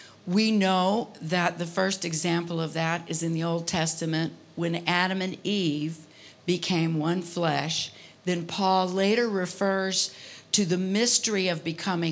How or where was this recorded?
large echoing room